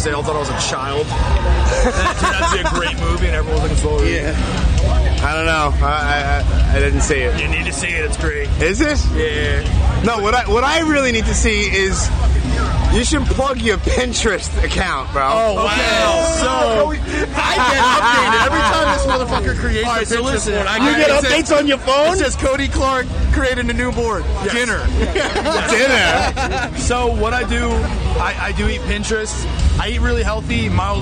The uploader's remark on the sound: Recorded Live from This Is Hardcore 2018 at The Electric Factory in Philadelphia. Yes, it's hectic in the background and people make little cameo appearances... This is what happens when you have no map to follow when doing a Live podcast from a hardcore festival with thousands of people.